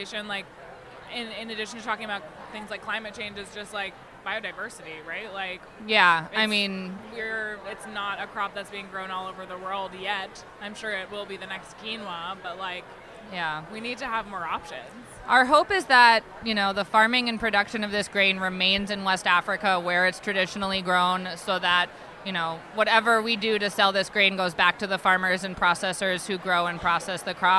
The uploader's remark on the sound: at the Good Food Mercantile 2020